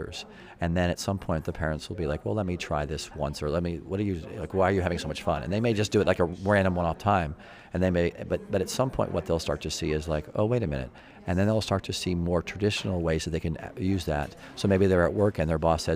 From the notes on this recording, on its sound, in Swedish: Från SXSW i Austin. Kommunikationspodden kör hela veckans avsnitt från festivalen South By Southwest Interactive i Austin, Texas.